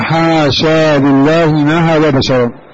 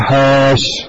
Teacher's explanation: في قراءته يثبت الالف بعد الشين · Shown in: first take · حاشا، حاشا لله ما علمنا عليه من سوء في حال وصلها في قراءه ابو عمرو رحمه الله تعالى.